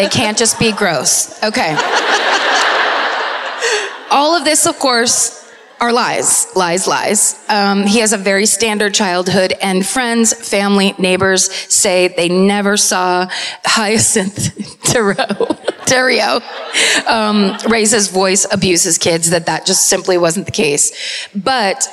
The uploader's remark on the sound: Live at the Sony Centre in Toronto (Night Two).